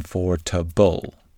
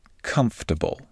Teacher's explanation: Many non native English speakers pronounce it with four clear syllables for bull. However, most native English speakers pronounce it with only three syllables and an emphasis on the first syllable · Shown in: second take